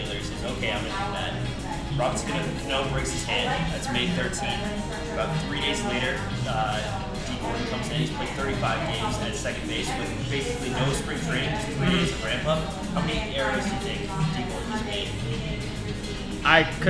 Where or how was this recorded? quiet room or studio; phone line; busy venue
busy venue